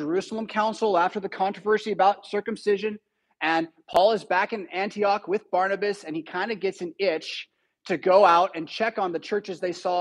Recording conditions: large echoing room